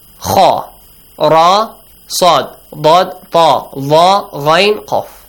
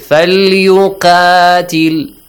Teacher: There are 8 letters which are pronounced heavily, with an A sound. A. This A sound is called heavy sound.